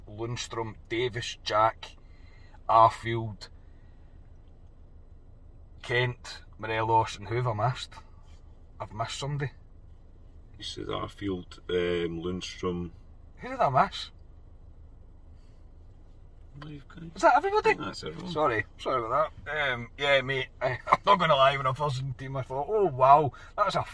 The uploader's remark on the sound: From the car after leaving Ibrox.